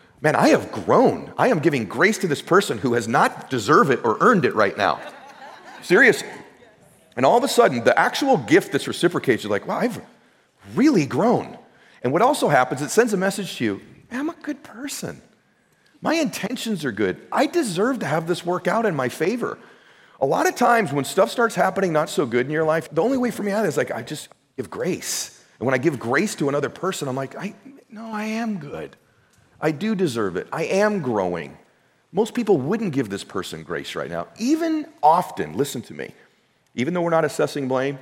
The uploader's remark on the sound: This conversation, recorded live in front of an audience at a recent GROWTH DAY event.